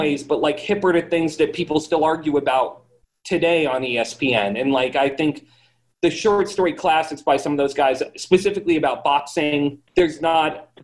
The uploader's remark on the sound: via Zoom